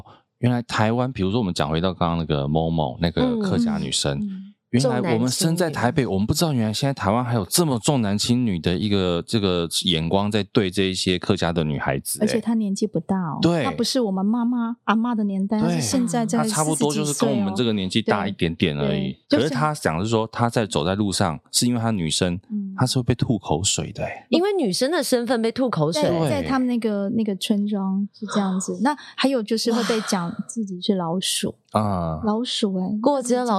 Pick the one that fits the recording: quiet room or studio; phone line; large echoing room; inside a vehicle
quiet room or studio